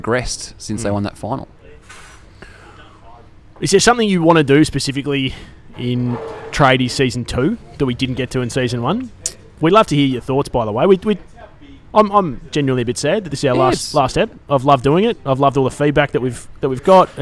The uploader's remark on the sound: Join us live from the pub for our season finale!